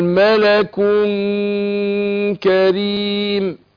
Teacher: انا بخفي النون في نفسها وبعدين اكون مجهز للكاف للحرف اللي بعدها · Term: إخفاء